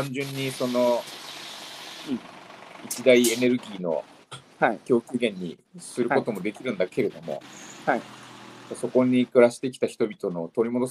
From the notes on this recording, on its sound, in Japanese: 歩きながら1時間、対談する